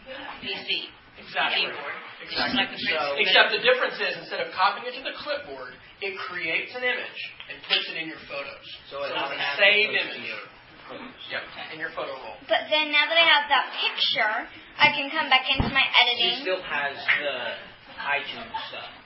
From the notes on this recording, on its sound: This is a recording from the "iPhone & iPad Apps for Fun & Productivity" workshop in Oklahoma City on 29 December 2010